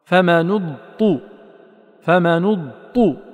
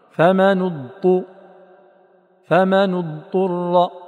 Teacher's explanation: فإذا أتينا بالاستطالة وحققنا واعتمدنا في المخرج على شق اللسان حافته مع الأضراس اليمنى أو اليسرى أو كليهما، نقول وبالله التوفيق: فمن اضطر. نأتي بزمن الاستطالة ونقلع من الطاء دون ما تثقيل · Shown in: second take · فمن اضطر.